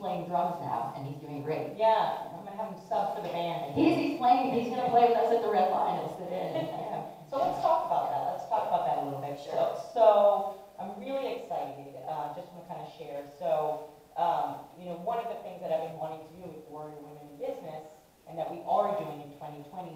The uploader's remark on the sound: Warrior Women in Business Live audience podcast and event series NYC 2020.